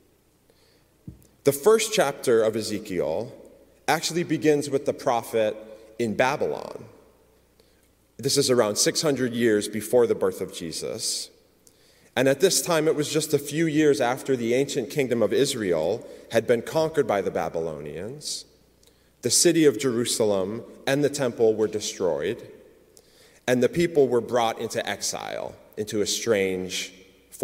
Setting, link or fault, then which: setting, large echoing room